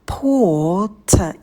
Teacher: На «п» мы добавляем придыхание и долгий звук «о». Port. И на «т» мы добавляем придыхание.